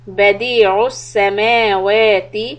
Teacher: stretch ميم and واو equal timing two حركات